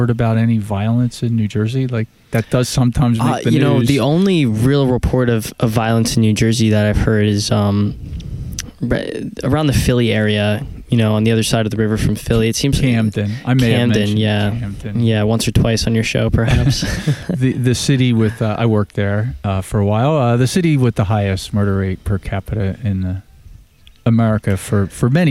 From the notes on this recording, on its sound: At the Free State Project's PorcFest (Porcupine Festival) in New Hampshire.